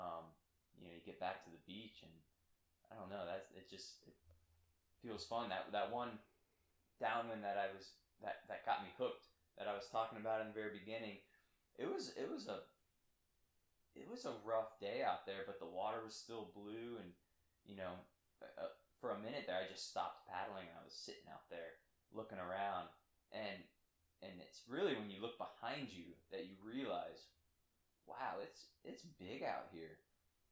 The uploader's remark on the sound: Sorry for the audio quality...